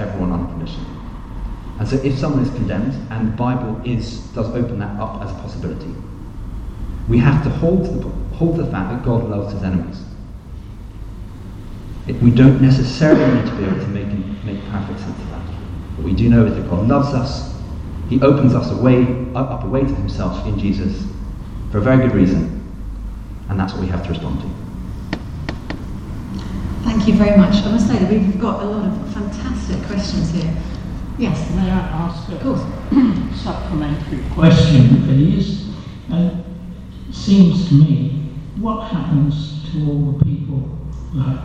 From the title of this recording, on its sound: Questions Panel at Highfield Church